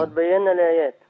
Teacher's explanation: الألف ما زالت محذوفة، ألف بينا محذوفة لالتقاء الساكنين